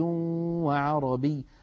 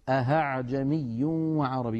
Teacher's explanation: الخطأ الثاني أن يقلب الإنسان الهمزة الثانية هاء · Shown in: second take · فيقول أهعجمي وعربي، ونسمعها أحيانا من بعض إخواننا غير المتقنين فيقولون أهعجمي، هذا لا يصح يا إخوتي لأنه قد أبدل الهمزة هاء أي حولها إلى حرف آخر، والتسهيل شيء والإبدال شيء آخر. · Term: إبدالها هاء